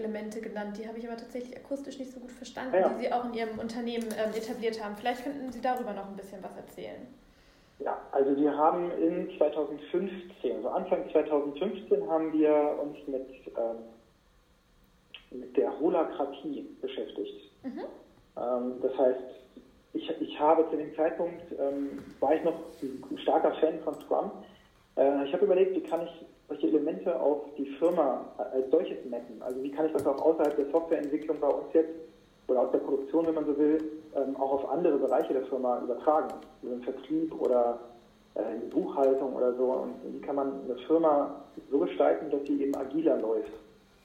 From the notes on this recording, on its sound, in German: Ich bitte die Tonqualität zu entschuldigen...